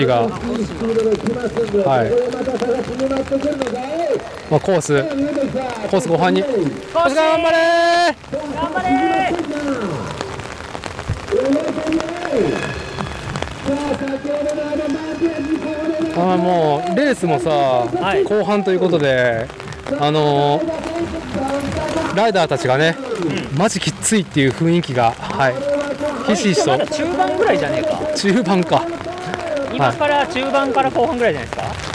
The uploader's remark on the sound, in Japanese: 屋外収録「東海シクロクロス開幕戦 おおが城山公園 ※ME1ノーカット無修正版」。